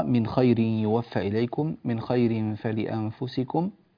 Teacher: في قوله تبارك وتعالى: وما تنفقوا من خير، نلاحظ هنا التنبيه على أن النون في من خير نون مظهرة، وقد جاءت أكثر من مرة: من خير يوفى إليكم، من خير فلأنفسكم، والواجب العناية بإظهار هذه النون وإظهار سكونها، ولا يجوز الإخفاء